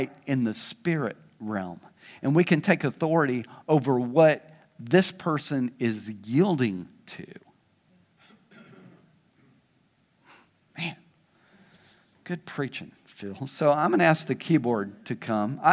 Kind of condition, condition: setting, large echoing room